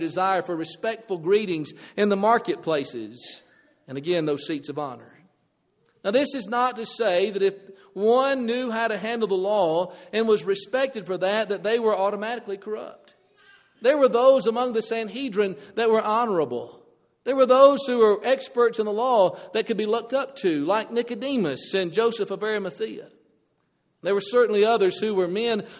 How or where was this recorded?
large echoing room